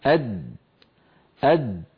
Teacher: يقول أد، لاحظوا بأن اللسان عندما يصل إلى مخرج الدال يصطدم طرفه بمخرج الدال أد عند تلك الدائرة الزرقاء التي تظهر فينحبس الصوت خلفها ويؤدي تصادم طرف اللسان مع ما يحاذيه من الحنك الأعلى إلى صوت الدال أد أد. هذا إذن الصوت، صوت يعتمد على مقطع.